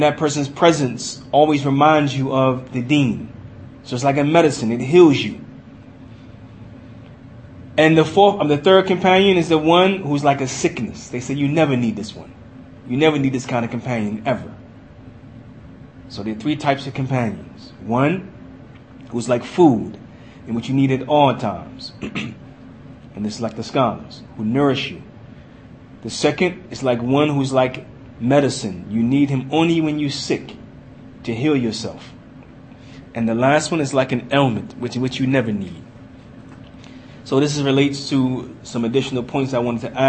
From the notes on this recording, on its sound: Lecture given in Masjid Anas Bin Malik, Kansas City, Missouri